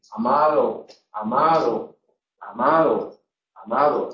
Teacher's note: El hecho de que la podamos articular continua nos dice que es fricativa, o aproximante. · Term: alófono aproximante